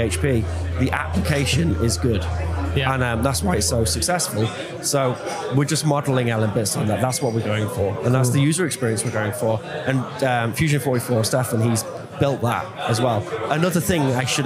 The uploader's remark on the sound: Watch and listen to this interview live from Bitcoin Amsterdam Conference 2022!